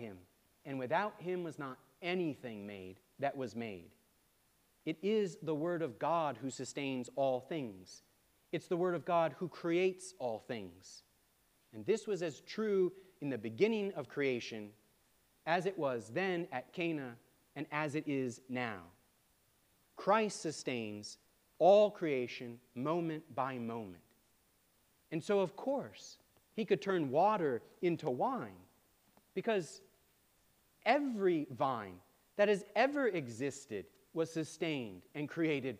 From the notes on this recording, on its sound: preached at All Saints Anglican Church on January 21, 2024